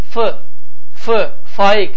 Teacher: Azərbaycan dilində olan F səsi isə yaş hissəsinə yox, quru hissəsinə vurmaqla tələffüz olunur.